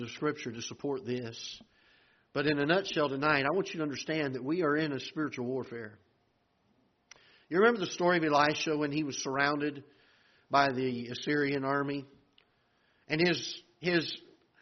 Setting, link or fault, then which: setting, large echoing room